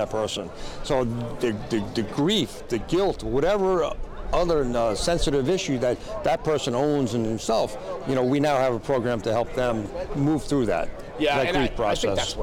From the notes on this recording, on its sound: At this years' NJ Firefighter's Convention in Wildwood, NJ. This interview was hosted in the Fire and Safety Services exhibit space during the conference.